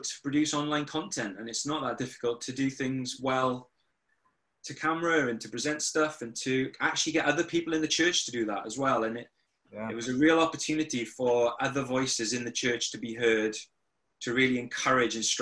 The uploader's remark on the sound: over zoom